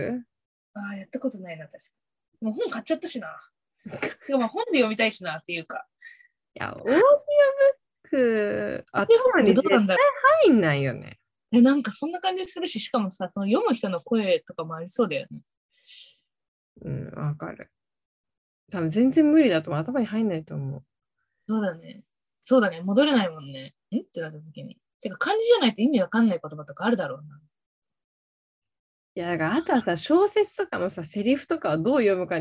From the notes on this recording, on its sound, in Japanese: 東京と富山でzoomにて収録